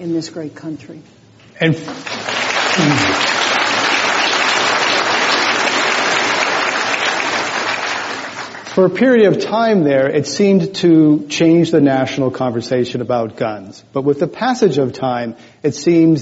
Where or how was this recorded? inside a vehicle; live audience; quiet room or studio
live audience